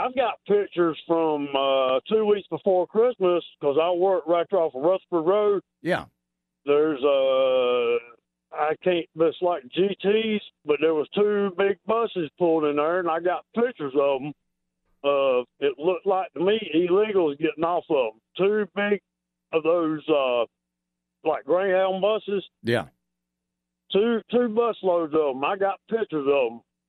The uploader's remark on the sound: Call in Segment